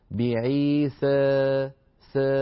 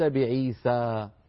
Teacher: فيؤتى بها مقللة، يعني ممالة إمالة صغرى. · Shown in: first take · بعيسى س وليس بعيسى.